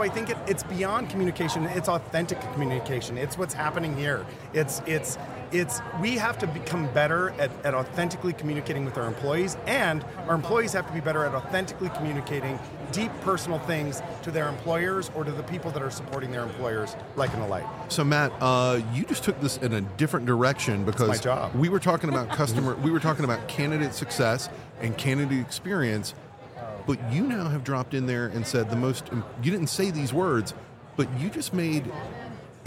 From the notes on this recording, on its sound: This is a special mini series recorded with Oleeo at HR Tech 2023. This is a special mini series recorded with Oleeo at HR Tech 2023.